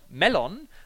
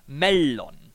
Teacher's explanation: das Sindarin hat einen sogenannten Langkonsonanten, wie wir das zum Beispiel aus dem Finnischen kennen. · Shown in: second take